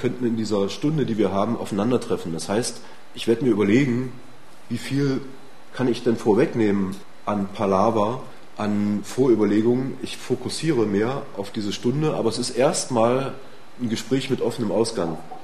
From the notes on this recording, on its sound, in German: Ein Mitschnitt eines Vortrags. Beim Freien Radio Oberösterreich FRO in Linz.